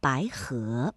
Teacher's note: 两个阳平相连，第一个要变成34，第二个要保持35